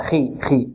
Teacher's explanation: والخاء هنا بارك الله فيكم هي حرف مفخم، فلا يقال إنها رقيقة وإن كانت ماذا؟ مكسورة. · Term: أقل مراتب التفخيم